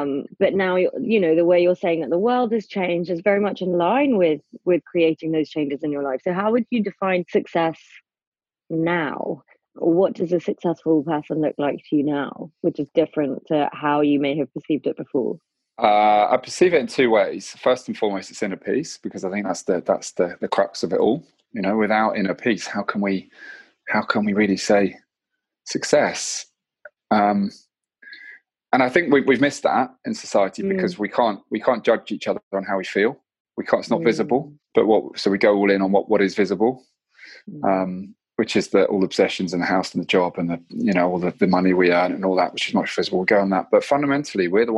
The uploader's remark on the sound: This episode was recorded via Zoom due to COVID19, so we apologise for any sound issues.